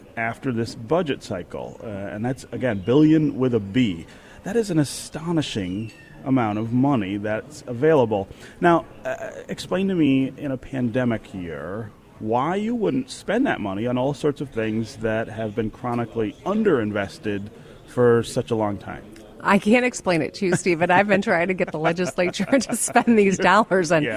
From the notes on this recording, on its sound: from the 2021 Mackinac Policy Conference.